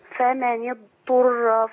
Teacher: الضاد صوتها مش واضح قوي لانها بتجري، صوت بيجري داخل الفم